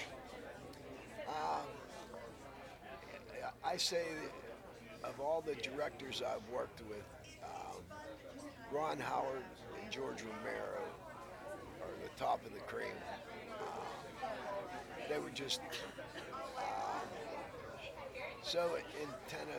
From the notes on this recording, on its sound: live from Pittsburgh's Horror Realm Con 2020.